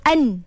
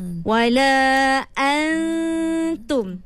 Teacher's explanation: Makhraj dia tak ada pada nun, tapi sifatnya ada pada nun. · Shown in: second take · Term: ikhfa